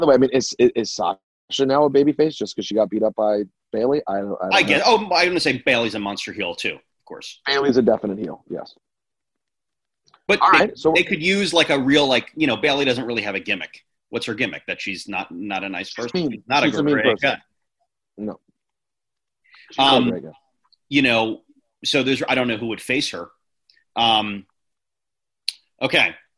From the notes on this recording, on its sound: jump on a zoom